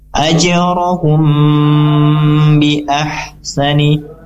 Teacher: Nah, ini tadi hukum bacanya adalah ikhfa syafawi, artinya mim sukun bertemu dengan huruf ba, maka dibaca dengan dengung juga 2-3 harokat